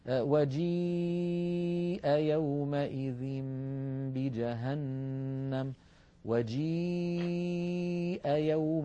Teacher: هل تلاحظون بأن صوت الياء لا يوجد في طريقه جزء من أجزاء الفم يقطع الصوت عنده